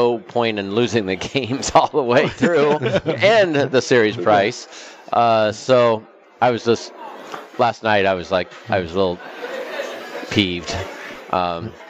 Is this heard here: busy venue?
yes